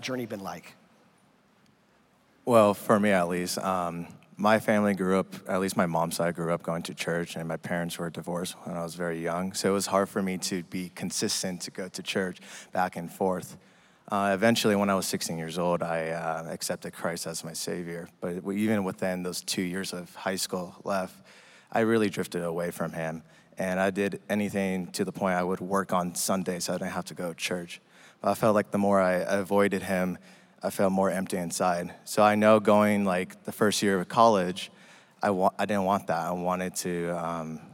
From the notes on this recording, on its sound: This weekend, we combined our regular service with Saddleback Student Ministries for a time of worship, panel conversations with students.